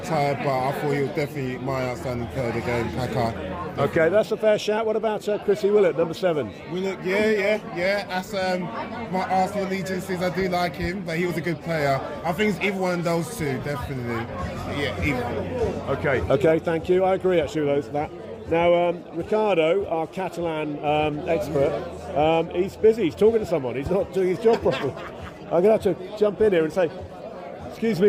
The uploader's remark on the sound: was recorded at whatever QPR’s ground is now called on Saturday 11 November 2023.